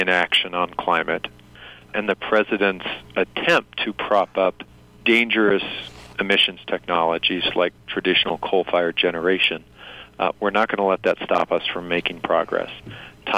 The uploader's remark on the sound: By audio link from Albuquerque, New Mexico. This short interview was conducted as a news service with one of New Mexico’s sitting senators, not as a campaign appearance.